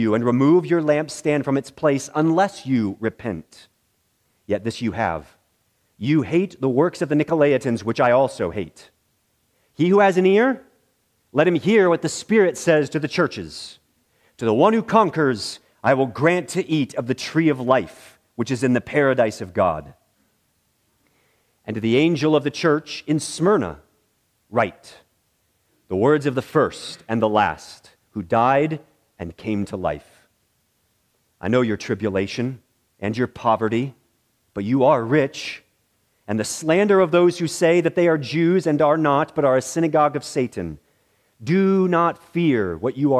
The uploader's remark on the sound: in the morning worship service at Bethany Baptist Church